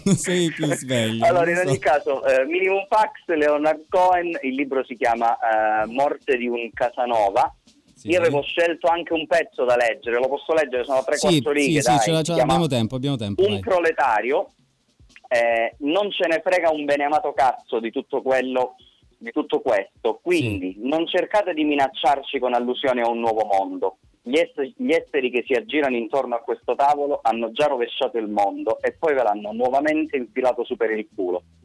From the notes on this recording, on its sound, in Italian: Al telefono